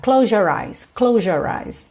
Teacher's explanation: às vezes esse S fica quase um J